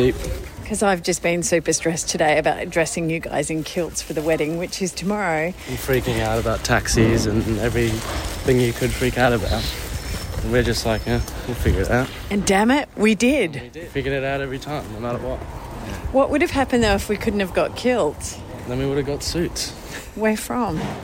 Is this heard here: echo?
no